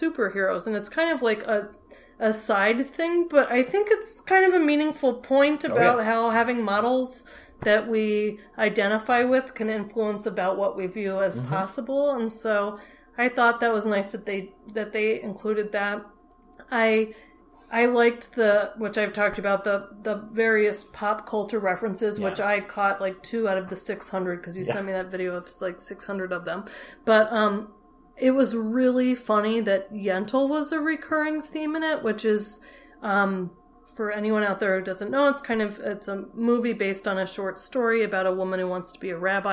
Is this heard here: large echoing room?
no